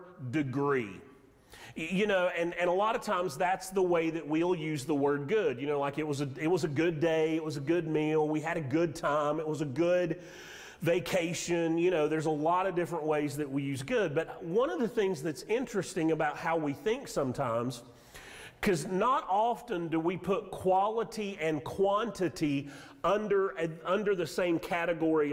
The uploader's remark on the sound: Sermon audio from Mission Church in Locust, NC.